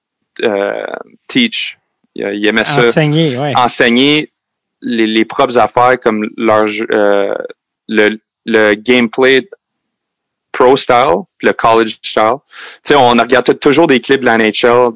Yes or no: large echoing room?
no